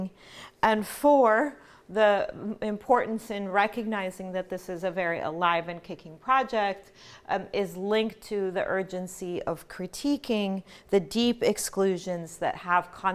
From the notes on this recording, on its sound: This lecture was presented by the Middle East and Islamic Studies Program at George Mason University. This lecture was presented by the Middle East and Islamic Studies Program at George Mason University.